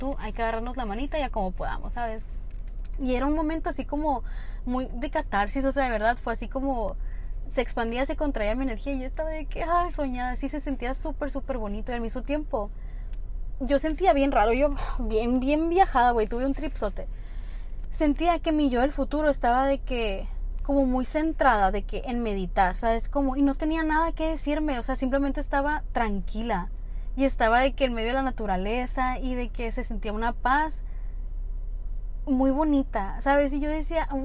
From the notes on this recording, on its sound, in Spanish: el audio no es el mejor del mundo (voy manejando mientras platicamos)